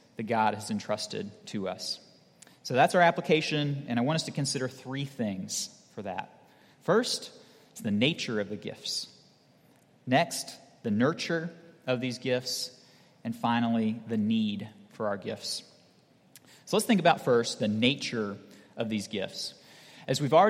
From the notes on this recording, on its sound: at Redeemer Presbyterian Church in Charleston, SC